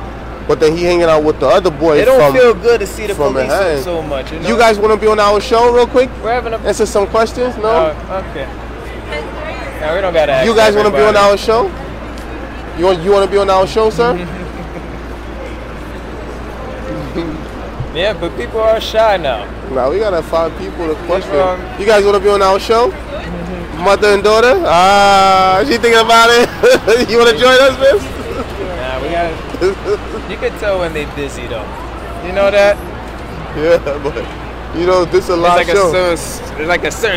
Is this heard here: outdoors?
yes